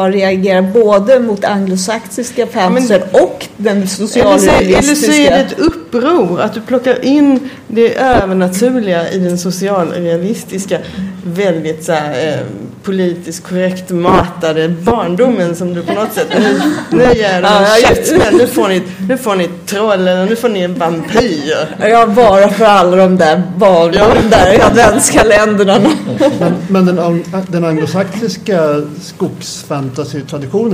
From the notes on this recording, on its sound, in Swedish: Panel på Swecon 2015 – Confuse i Linköping.